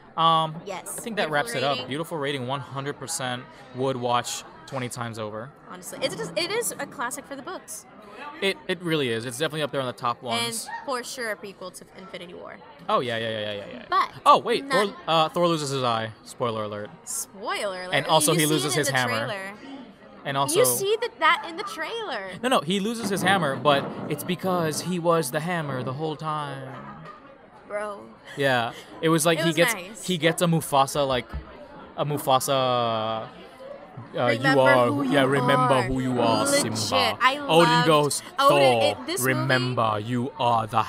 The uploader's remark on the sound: Apologies in advance for the café background noise; recording locations have been scarce.